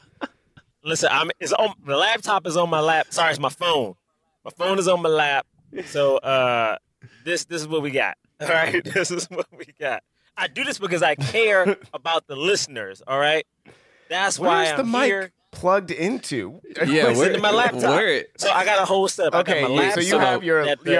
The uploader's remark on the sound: From Rental Car City as he podcasts live from the road.